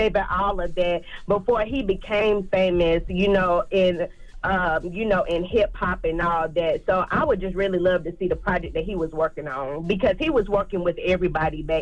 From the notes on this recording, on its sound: we opened up the phone lines